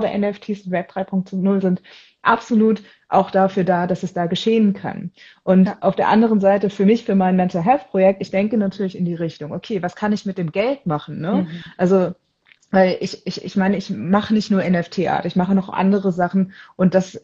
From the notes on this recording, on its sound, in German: In diesem INSTA-LIVE Gespräch